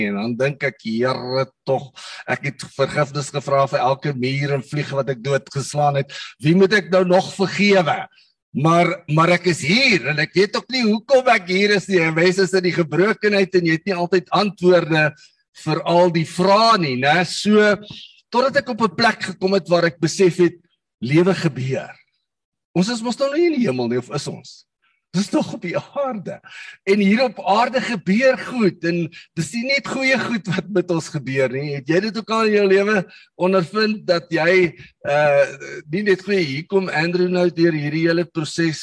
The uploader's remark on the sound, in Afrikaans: Manne van die Woord Zoom Byeenkoms